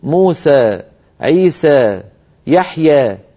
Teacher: من العربي من كان يجد أسهل عليه أن يميل هذه الألفات قليلا فيقول موسى، عيسى، يحيى.